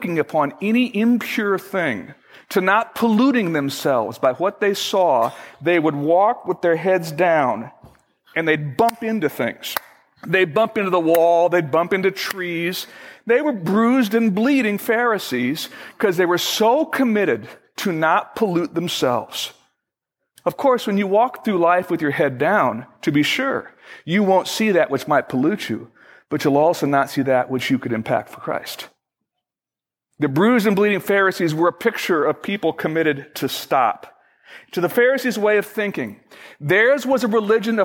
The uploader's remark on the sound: Originally recorded on May 15, 2011, at Fellowship Missionary Church, Fort Wayne, IN.